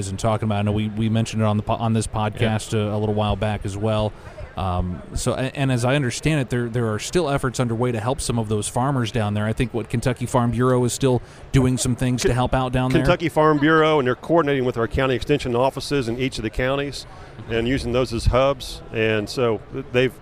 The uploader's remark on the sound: From Commodity classic in New Orleans, the new Purdue Crop Chat podcast comes from the trade show floor.